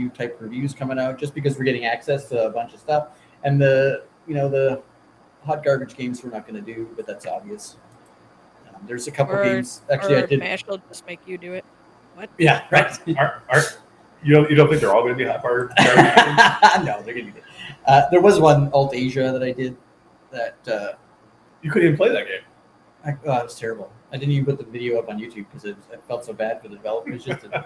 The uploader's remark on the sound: Live from Pax West in Seattle